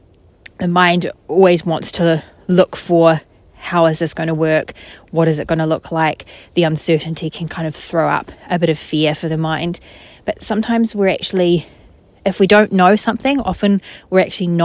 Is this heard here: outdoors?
yes